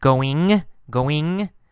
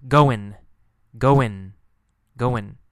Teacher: The last sound, G, sometimes G, going, going. Sometimes no G sound, going, going, going.